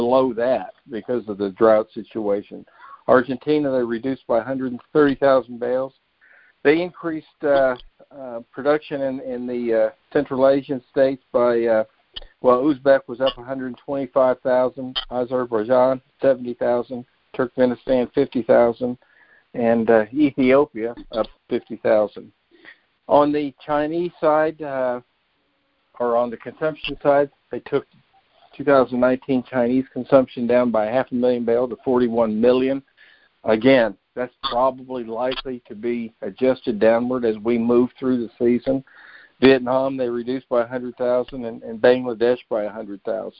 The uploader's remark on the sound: Monthly Conference Call On Cotton.